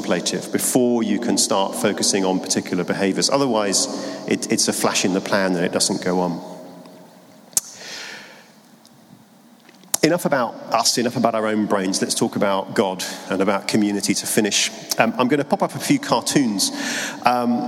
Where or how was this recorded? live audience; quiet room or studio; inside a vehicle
live audience